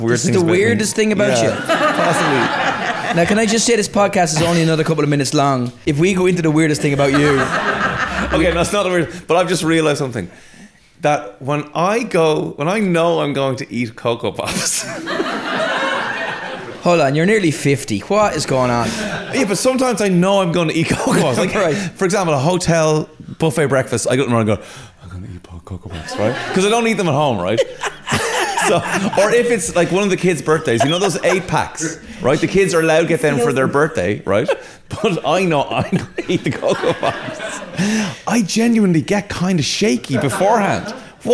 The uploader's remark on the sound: LIVE EPISODE. Listeners in the Viking Theatre, Dublin. The lads have done their first live podcast.